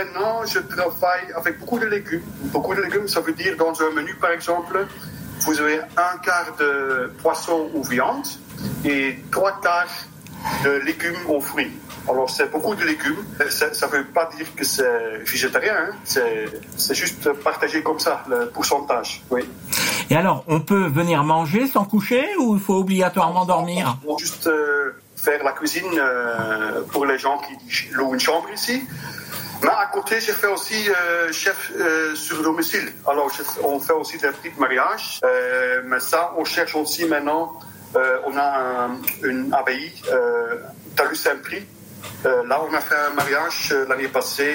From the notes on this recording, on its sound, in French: au téléphone